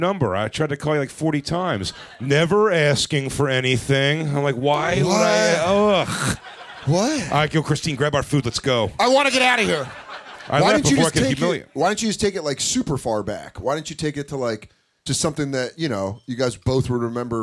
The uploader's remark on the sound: It's The Bonfire Christmas Spectacular live from the Village Underground in NYC!